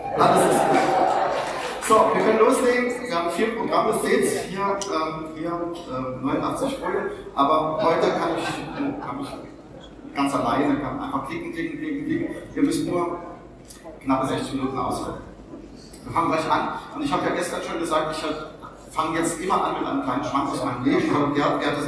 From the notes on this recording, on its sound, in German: FedCon 2023 Missionsbericht Tag 2 (Samstag) UNCUT. Ungefiltert, fehlerhaft, erschöpft, aber dafür mit ganz viel Leidenschaft aufgenommen am jeweiligen FedCon Tag beziehungsweise Abend.